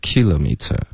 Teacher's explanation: 如果是英式的口音，它的重音是 kilometer，第一个音节是 kilometer